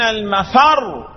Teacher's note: أقول أين المفر، هكذا المفر، الراء مشددة، النبر اللي في الراء مش المفر. يقول الإنسان يومئذ أين المفر.